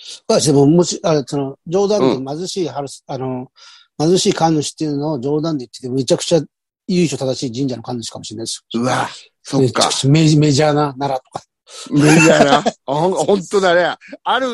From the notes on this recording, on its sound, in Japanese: ZOOMで収録。